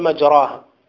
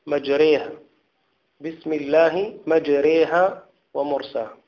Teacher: وأمال في هود مجريها · Shown in: second take · Term: إمالة